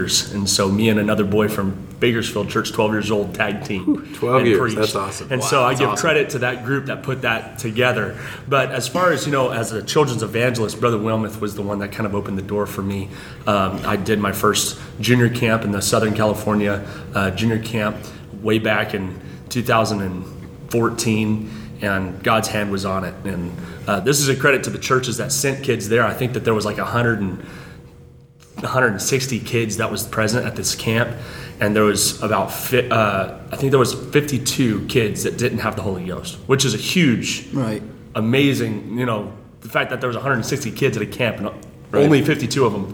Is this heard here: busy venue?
yes